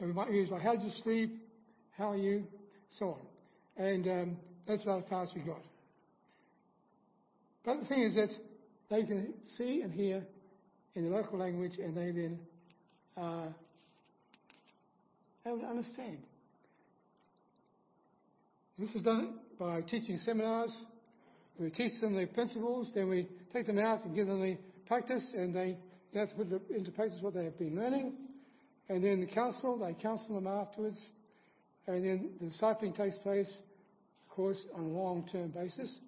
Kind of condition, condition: setting, large echoing room